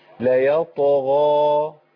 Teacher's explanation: يبقى انا عندي من اول الطاء لحد الالف كله مفخم · لما يجي بعد الغين الف كمان تبقى اعلى كمان